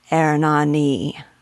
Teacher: with a wild and rolling R that vibrates like an iron maquila, and with vowels that prolong and sing and solemnize, Ernani.